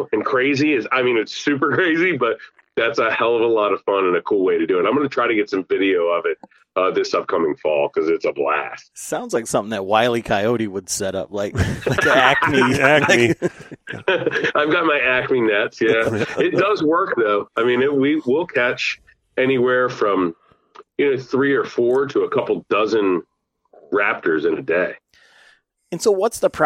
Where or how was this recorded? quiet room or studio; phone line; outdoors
phone line